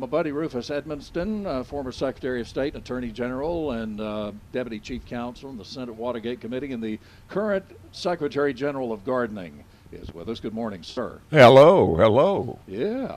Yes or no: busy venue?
yes